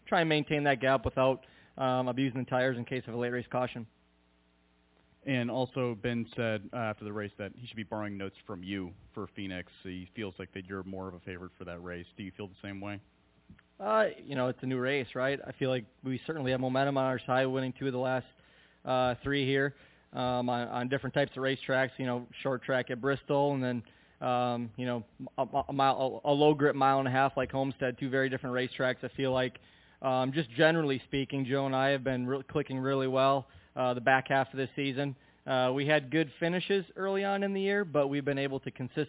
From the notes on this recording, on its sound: the next guest to call